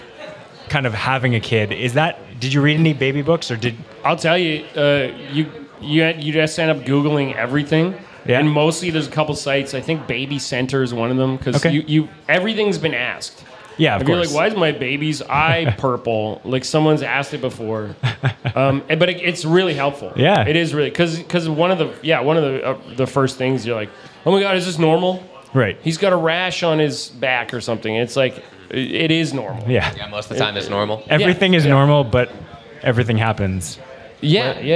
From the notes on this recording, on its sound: Live from Backdrop. We recorded live with two guests. Special thanks to Poppa Bean Coffee and Backdrop Restaurant for the awesome coffee and for hosting the live show!